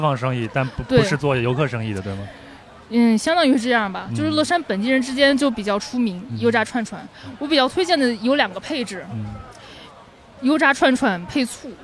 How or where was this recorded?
outdoors